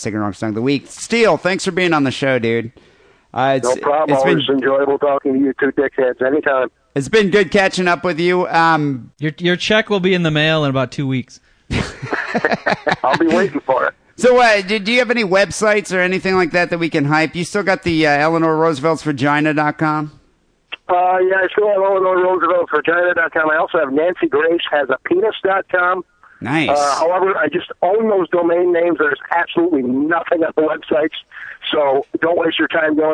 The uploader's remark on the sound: Phone calls and listener email.